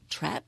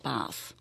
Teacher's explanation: gibt es zwei Laute, Ä in Trap und A in Bath